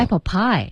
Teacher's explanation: Apple pie 其实它的重音是 pie